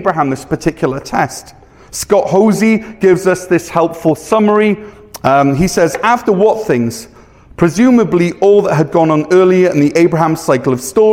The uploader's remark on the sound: Weekly live worship service from Cornerstone Church, North Gower (Ontario)